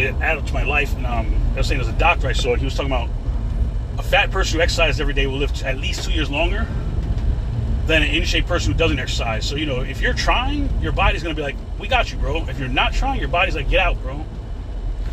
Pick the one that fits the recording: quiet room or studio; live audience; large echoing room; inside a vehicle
inside a vehicle